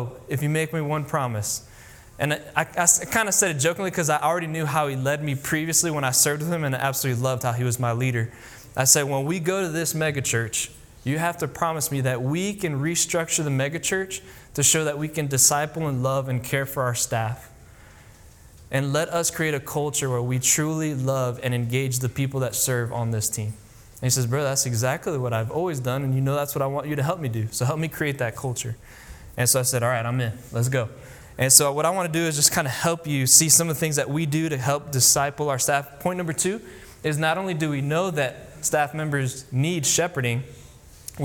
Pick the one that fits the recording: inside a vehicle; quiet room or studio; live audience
live audience